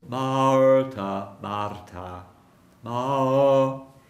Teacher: Wenn ich das R schon denke, wird der Vokal dunkel. · Term: gerolltes R